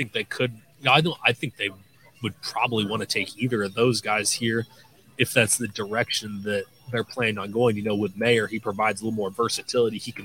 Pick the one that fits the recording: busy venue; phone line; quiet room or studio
busy venue